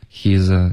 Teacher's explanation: he's the z 的音再震动的稍微、饱满一点，现在有点弱了。